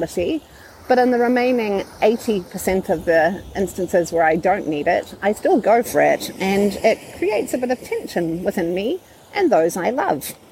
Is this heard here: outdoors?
yes